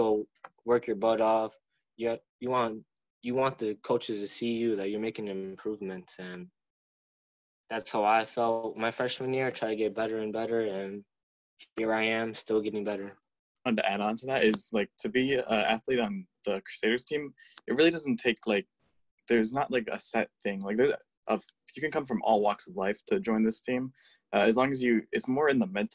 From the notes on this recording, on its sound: This Week Via Zoom.